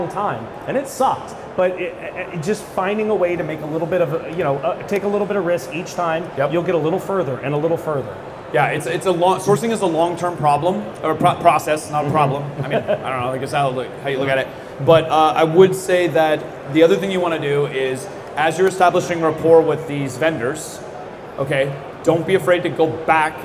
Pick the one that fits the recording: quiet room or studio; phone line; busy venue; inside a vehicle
busy venue